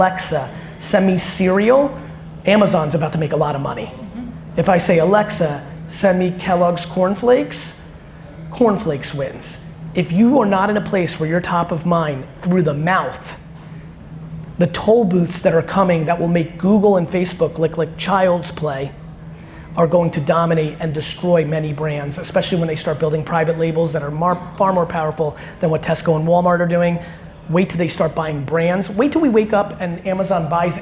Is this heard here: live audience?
yes